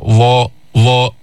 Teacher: أما الظاء فتخرج من طرف اللسان مع أطراف الثنايا العليا. ظاء ظاء، ما يطلع لسانك كتير لبرا، يلامس أطراف الثنايا.